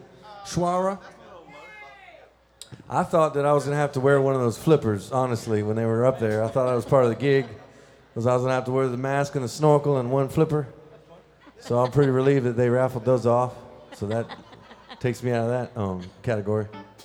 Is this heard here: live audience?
yes